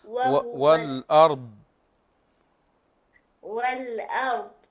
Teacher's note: الضاد ليس فيها همس، الضاد فيها رخاء ولكن ليس فيها همس